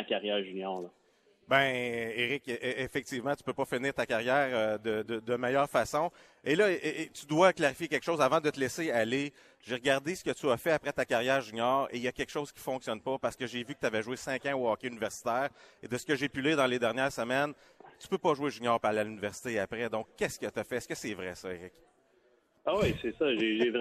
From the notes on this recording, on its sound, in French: En direct du Pêle-Mêle Pub de L'Agora